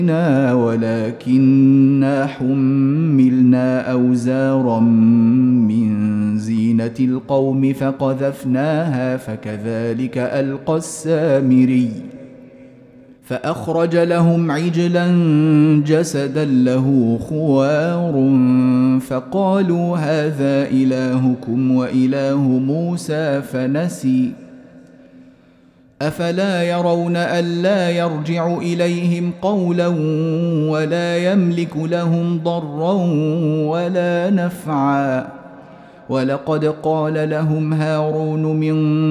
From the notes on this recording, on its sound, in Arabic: مسجل من صلاة التراويح بمسجد السلام بحي مشرفة بجدة.